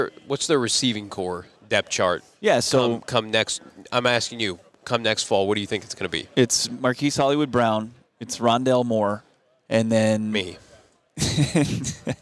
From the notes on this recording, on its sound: LIVE from the NFL Scouting Combine